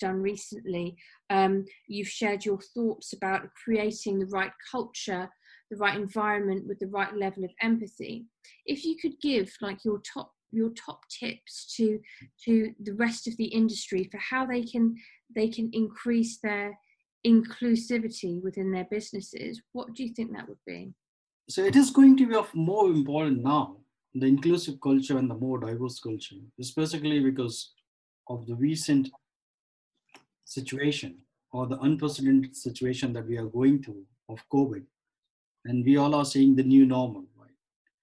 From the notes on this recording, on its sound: over Zoom